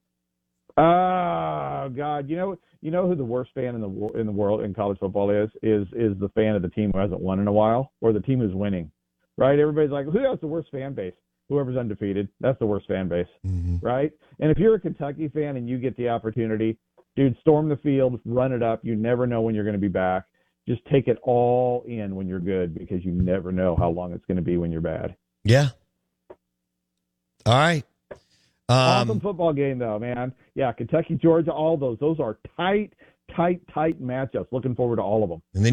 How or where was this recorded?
phone line